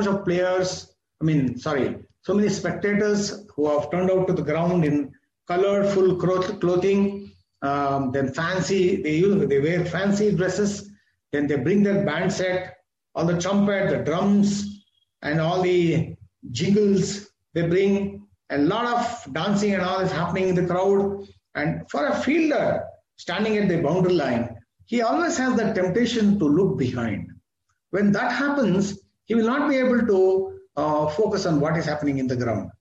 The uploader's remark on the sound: This is audio recording of my webinar